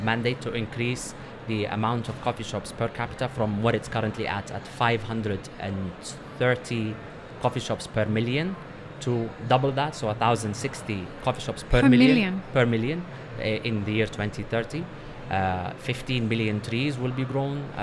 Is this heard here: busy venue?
yes